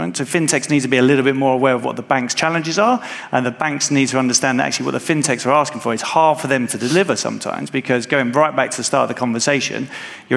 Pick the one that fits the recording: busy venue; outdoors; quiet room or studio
busy venue